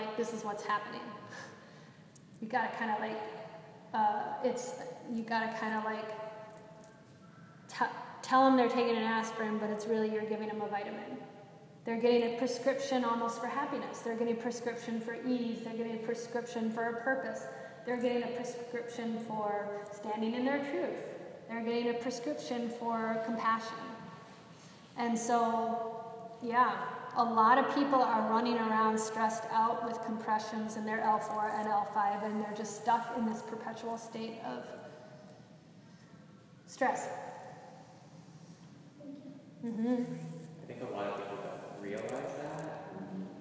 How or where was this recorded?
live audience